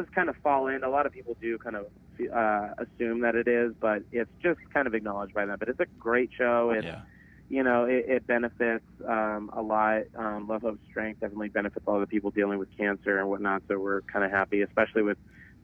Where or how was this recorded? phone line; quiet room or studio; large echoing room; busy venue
phone line